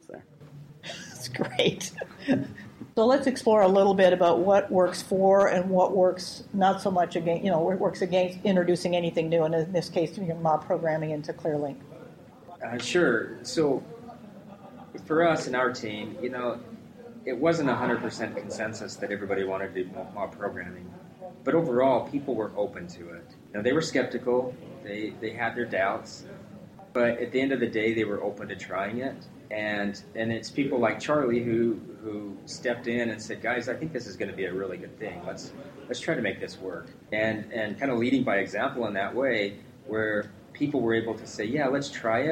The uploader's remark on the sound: This episode was recorded live on site at the Mob Programming conference 2018 in Boston, MA